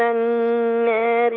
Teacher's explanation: لما تيجي الف وراها حرف الراء مكسور هنميل الالف شويه